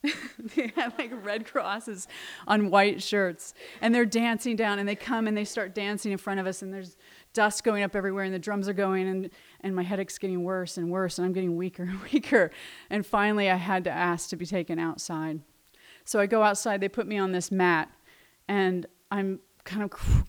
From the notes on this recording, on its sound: Recorded live on July 27, 2014 at Preservation Hall in Wellfleet, Massachusetts.